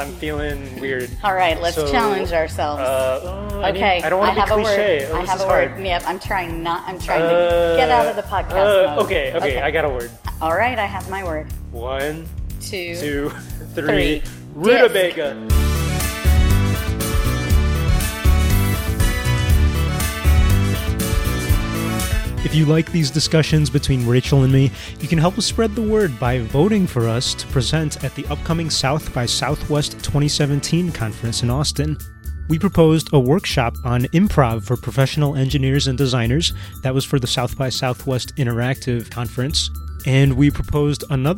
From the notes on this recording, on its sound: This episode was recorded in a market in Austin, TX, so there is some background noise.